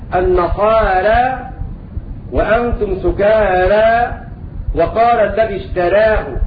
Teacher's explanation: ومعنى هذا أن ورش من طريق الأزرق قلل الألف الواقعة بعد الراء مع الراء أيضا قولا واحدا. مثال ذلك النصارى وأنتم سكارى وقال الذي اشتراه هكذا.